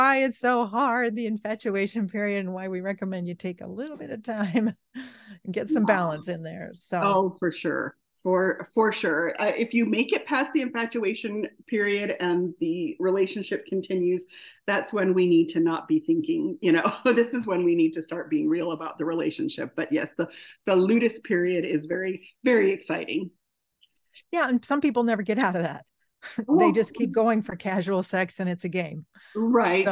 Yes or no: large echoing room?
no